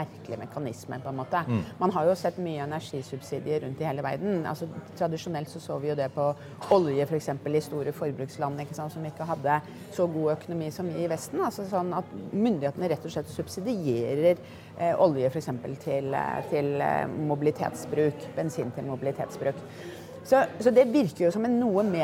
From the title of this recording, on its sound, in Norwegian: Live fra Pareto-konferansen